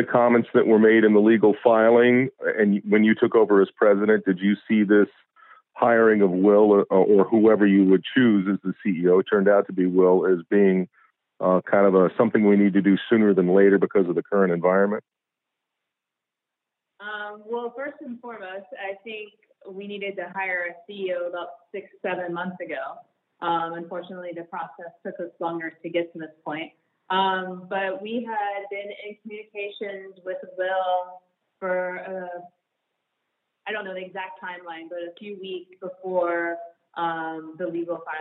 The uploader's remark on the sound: US Soccer Conference Call